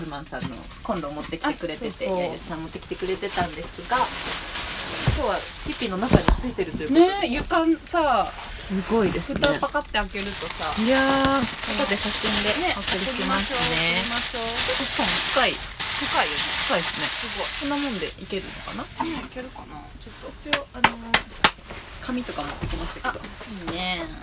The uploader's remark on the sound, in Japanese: 岐阜県岐阜市内からから車で1時間。愛知の犬山というエリアにあるキャンプ場に潜入！ティピーという円錐型のテントの中で火を焚きながらの収録です。